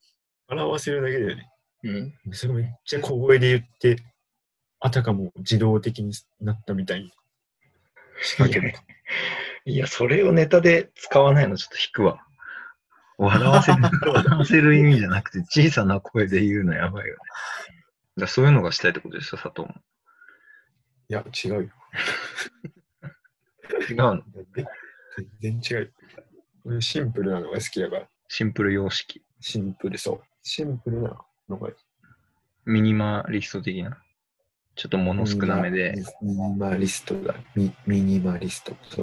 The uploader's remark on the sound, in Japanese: リモート録音なので音質はそこまでよくありません。